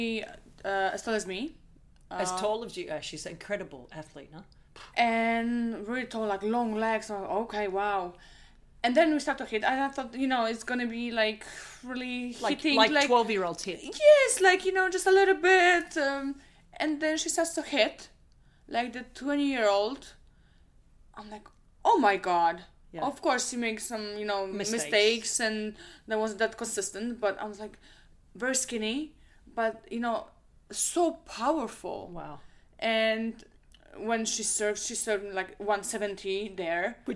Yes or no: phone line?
no